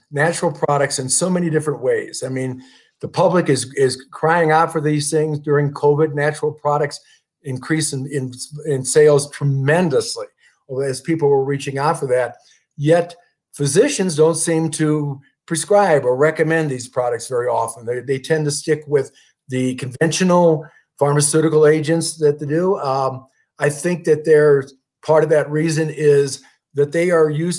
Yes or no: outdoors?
no